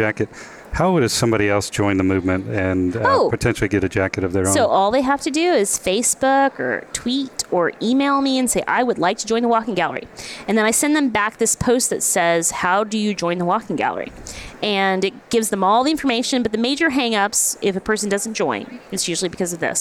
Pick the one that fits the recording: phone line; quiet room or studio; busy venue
busy venue